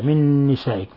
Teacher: قوله تعالى: للذين يؤلون من نسائهم، نون ساكنة مع نون متحركة، أضغمنا النون الساكنة في النون المتحركة فصارتا نونا واحدة مشددة · Term: إضغام متماثلين